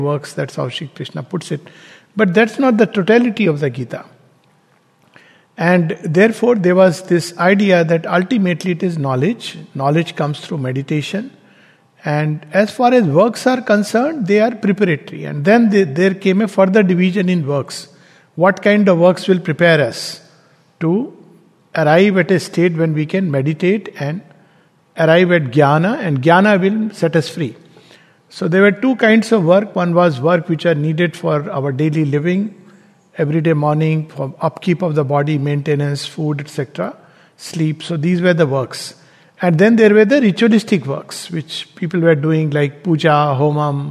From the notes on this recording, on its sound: Recorded in Sangham Hall of the Savitri Bhavan, Auroville